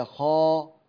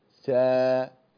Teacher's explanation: يختلف أقصى اللسان في ارتفاعه عن سا، ينزل أقصى اللسان ينزل